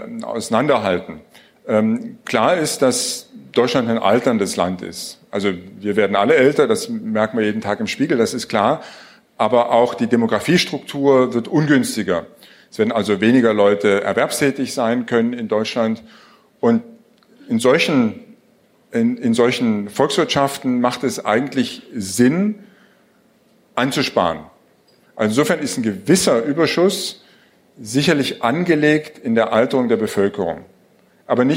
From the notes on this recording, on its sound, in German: Filmen durften wir es auch und veröffentlichen es hier nun ungeschnitten. Im "Makerspace Tatcraft" im Frankfurter Osten aufgenommen.